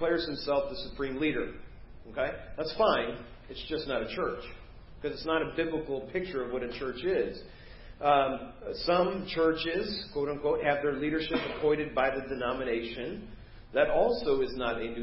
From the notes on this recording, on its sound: Preached at First Baptist Church of Hazel Park